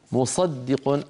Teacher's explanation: الدال وقعت بين صاد وقاف، قبلها صاد وبعدها قاف، وكلاهما مفخم وكلاهما مستعلي والدال مرققة، فممكن إذا الإنسان لم يكن متمكن في التلاوة يقول مصدق فتخرج الدال مفخمة أو شبيهة بحرف الضاد.